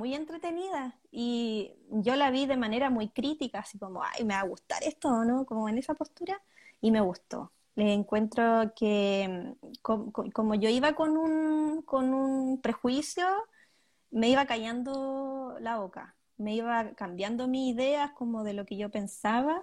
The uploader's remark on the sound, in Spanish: un exitoso Instagram Live que hoy compartimos por la clásica plataforma